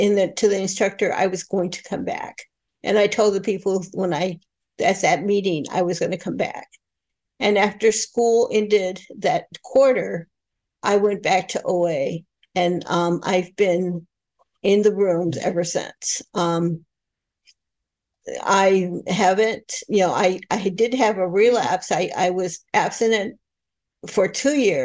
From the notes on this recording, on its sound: Saturday Online Meeting. This recording is from an Overeater Anonymous H.O.W.